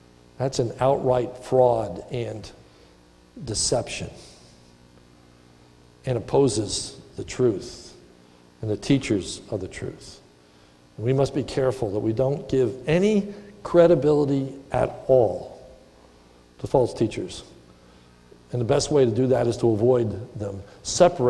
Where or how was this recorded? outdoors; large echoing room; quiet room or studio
large echoing room